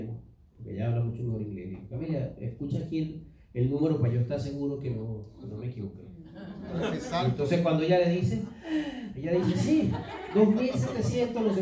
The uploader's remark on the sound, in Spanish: fue grabada el 7 de abril del 2019 en vivo en nuestra iglesia, Church of God Centro Cristiano Renacer